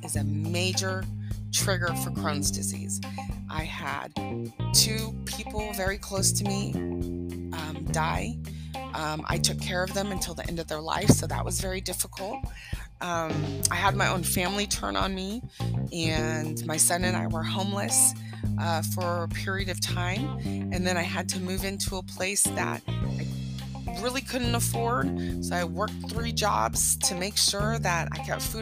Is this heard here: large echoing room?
no